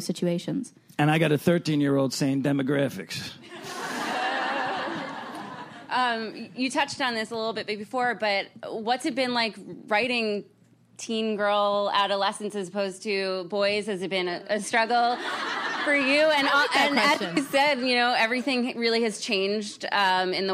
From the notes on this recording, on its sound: Recorded at ATX Television Fest in June 2015.